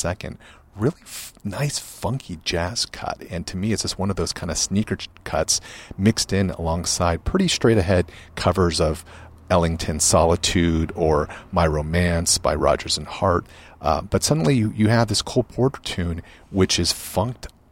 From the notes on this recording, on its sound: LIVE from the Last Bookstore. The Last Bookstore here in Downtown Los Angeles.